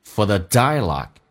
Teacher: For 不被强调，说成 for，用降调来读